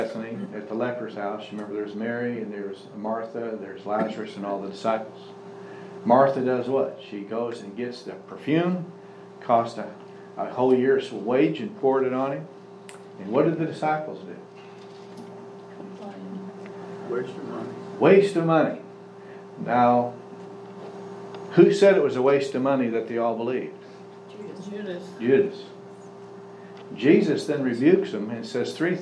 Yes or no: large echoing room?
yes